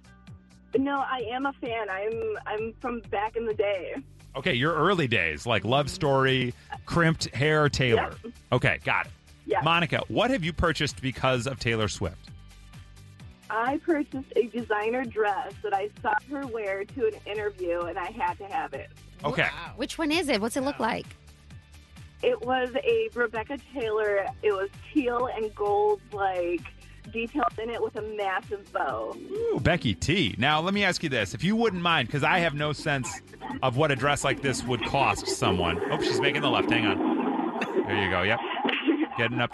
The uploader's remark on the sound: Teachers called